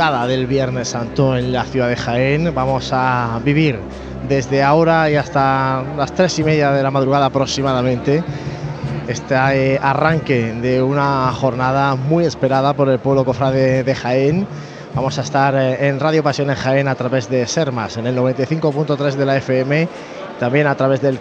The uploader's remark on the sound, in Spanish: Retransmisión en directo de la Madrugada en Jaén en el año 2023.